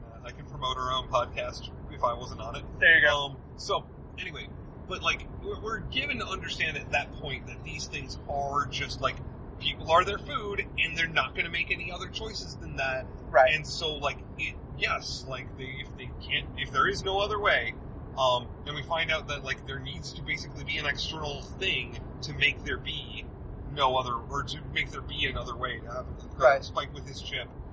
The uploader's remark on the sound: What better place to discuss the cross country antics of the Winchester Brothers than the open road? While driving cross country. Our schedules haven’t allowed us the chance to record under our normal conditions, and while talking about Supernatural while driving down the highway seems rather fitting, we know that the sound quality is a lot lower than what we like to provide you.